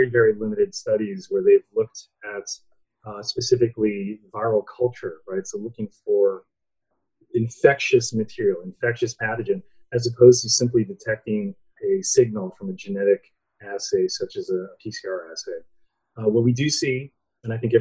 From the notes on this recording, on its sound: Please excuse any issues with sound.